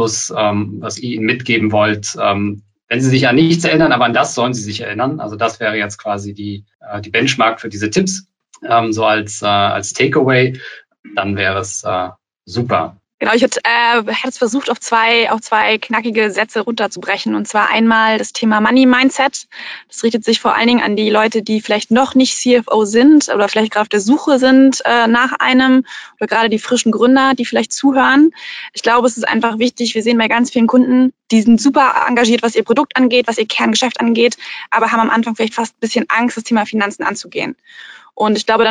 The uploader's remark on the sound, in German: Diese Podcast-Folge ist ein Mitschnitt unseres Webinars auf unserer Plattform Top 50 Start-ups